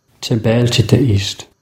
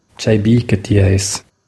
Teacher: Also nichts von «Ucker» oder «Icker» in dem Satz jetzt. Keine verhärtete Konsonanten am Schluss der Wörter · Shown in: first take